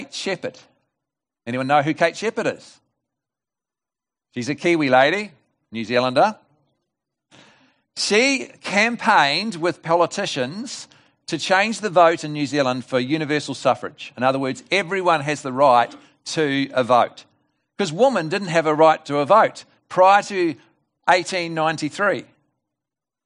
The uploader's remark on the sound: This message was delivered at The Rock Christian Church on Sunday 4 October 2020 at the morning service.